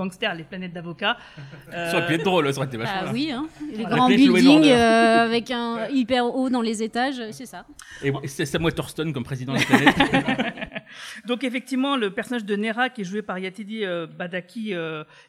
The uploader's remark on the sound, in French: comme ce podcast est enregistré en public